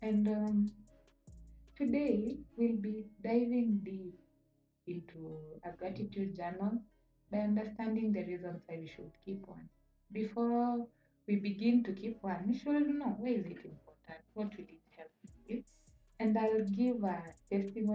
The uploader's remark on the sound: After listening back to this episode, I noticed a sound issue.